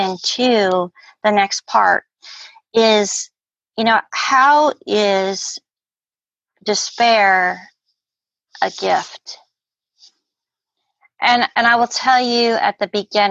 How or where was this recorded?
video call